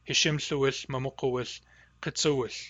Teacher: it has the effect of softening the barred L at the end of ush into a W. So when we add ish to ush, it becomes uish. · Term: softening ending